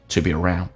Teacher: be 长元音说成短元音